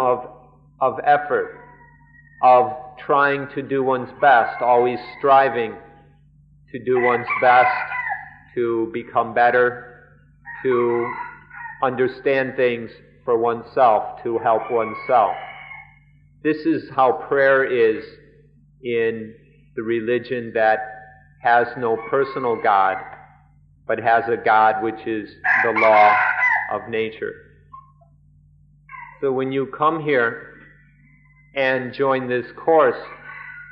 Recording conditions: large echoing room